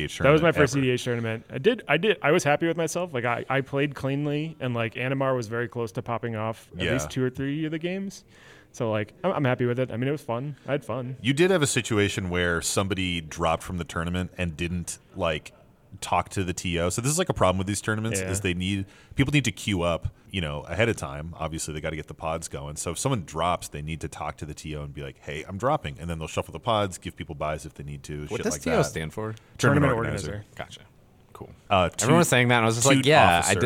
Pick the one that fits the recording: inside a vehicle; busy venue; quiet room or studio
busy venue